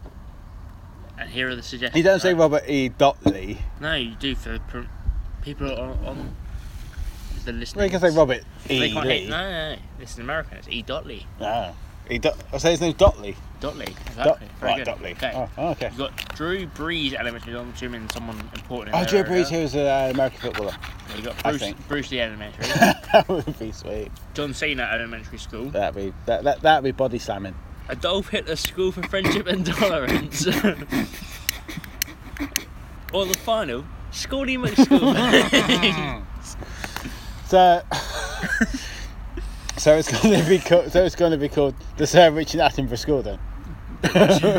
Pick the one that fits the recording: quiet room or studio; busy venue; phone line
busy venue